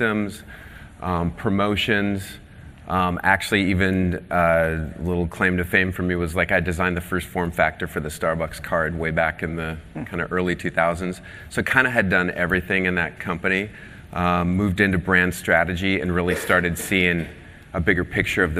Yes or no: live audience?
yes